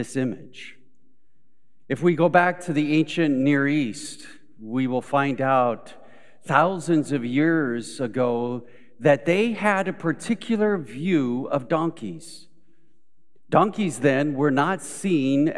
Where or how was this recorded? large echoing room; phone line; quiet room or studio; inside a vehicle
large echoing room